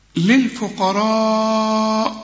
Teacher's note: ده مد واجب، لازم تمد أربع حركات عند الوصل وعند الوقف